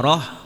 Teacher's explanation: roh dibaca dengan tebal, itu hukumnya tafhim